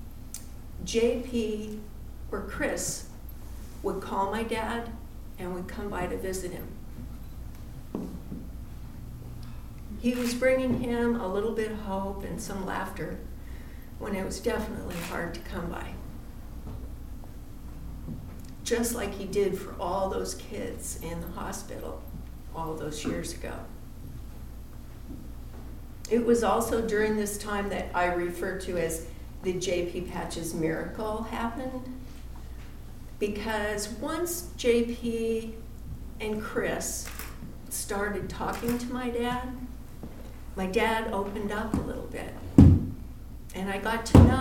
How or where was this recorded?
live audience